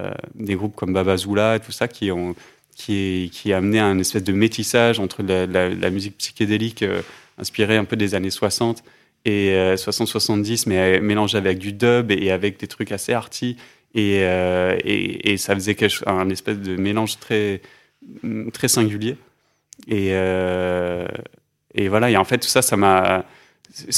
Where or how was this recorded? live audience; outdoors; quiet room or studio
quiet room or studio